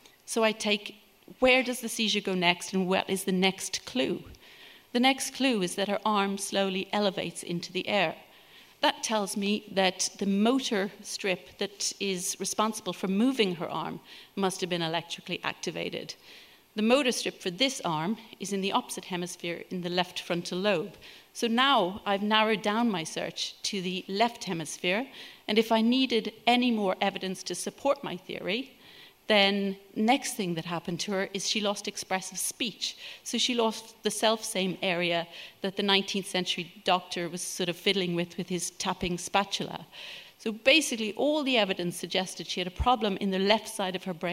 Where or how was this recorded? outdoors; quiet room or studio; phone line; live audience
live audience